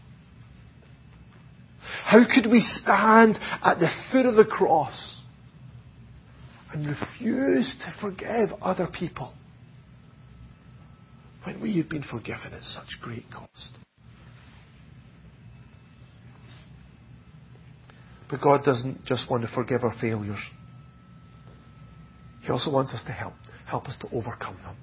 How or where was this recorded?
large echoing room